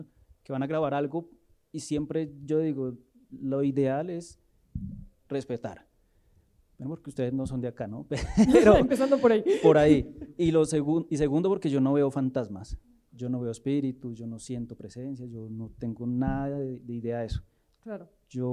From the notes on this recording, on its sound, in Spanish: Tuvimos un evento increíble en vivo en Bogotá, Colombia. El panel El sonido de nuestras bestias: terror latinoamericano.